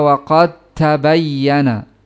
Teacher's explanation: Pengidghaman dal sukun kepada ta. Ya, diidghamkan ketika bertemu dal dengan ta, yang pertama sukun. · Term: idgham yang sempurna